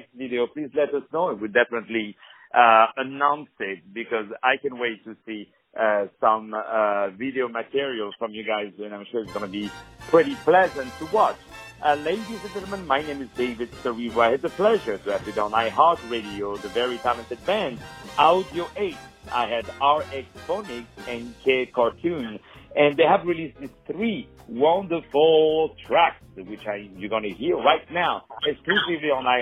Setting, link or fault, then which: link, phone line